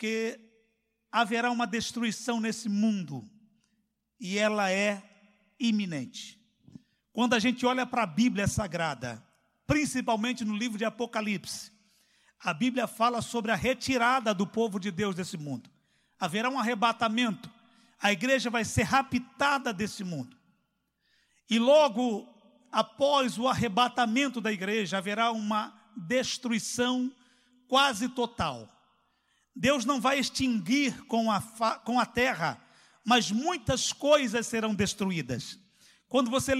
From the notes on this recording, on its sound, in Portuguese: CULTO AO VIVO.